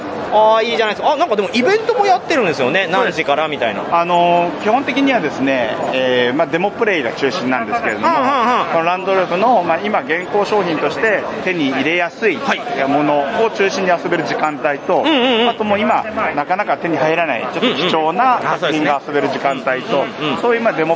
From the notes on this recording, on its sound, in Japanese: ゲームマーケット2022春！会場インタビュースペシャル。録ってきました会場インタビュー49音源！！会場収録のため、騒音雑音が激しく入っております。